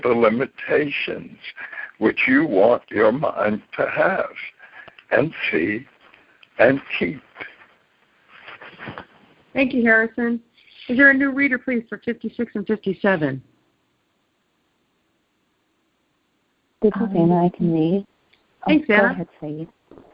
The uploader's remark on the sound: ACIM Daily TEXT Conference Call